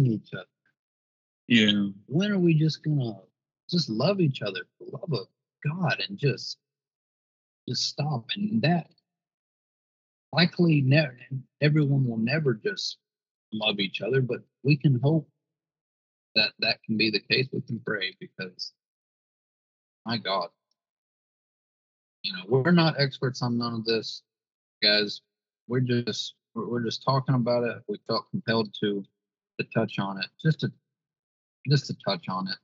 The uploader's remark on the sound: The audio is a bit off in this episode.